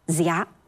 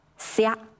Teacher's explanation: 这个浊音的声母 z，它在宋代以后逐渐发生了轻化，变成了一个轻音声母 s